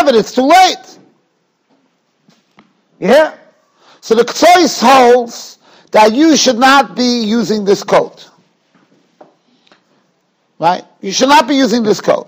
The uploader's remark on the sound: Shiur recorded in Yeshivas Ohr Reuven, Monsey, NY.